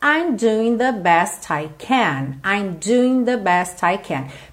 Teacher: Percebe que esse doing não aparece tanto, esse ing não aparece muito